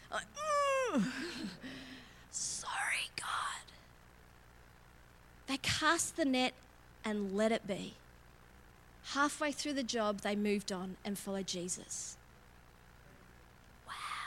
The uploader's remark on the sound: LIVE at Echo Church